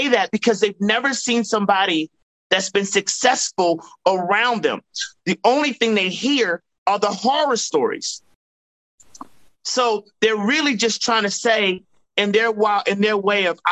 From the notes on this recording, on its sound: joined me on a Zoom